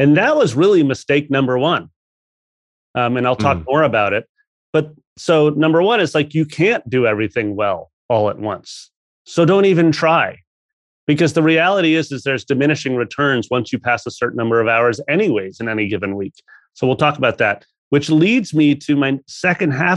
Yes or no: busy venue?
no